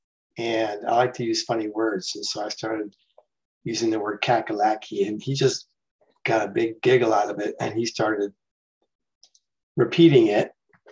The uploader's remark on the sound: The shows are now all hosted on Zoom.